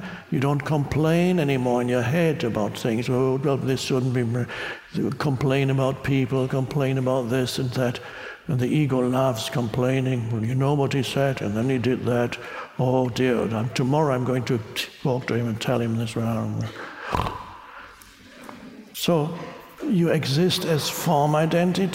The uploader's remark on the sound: talk with an audience in Budapest